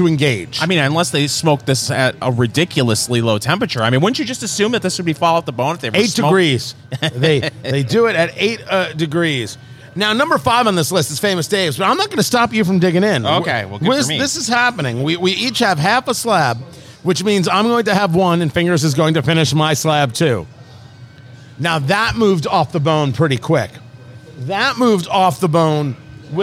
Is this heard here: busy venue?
yes